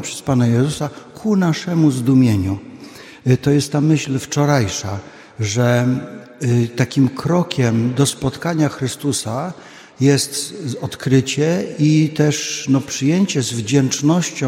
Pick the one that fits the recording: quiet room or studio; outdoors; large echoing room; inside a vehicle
large echoing room